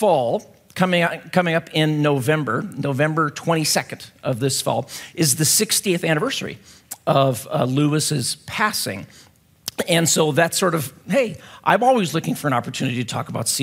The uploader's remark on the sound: at Timberline Church